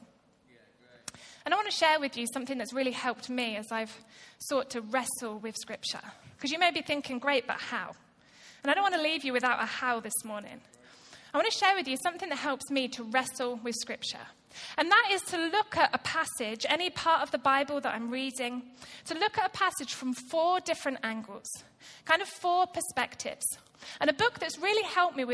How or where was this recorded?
live audience